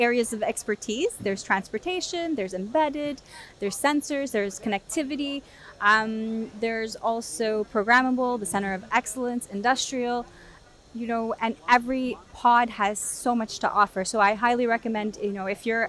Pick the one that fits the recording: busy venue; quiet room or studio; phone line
busy venue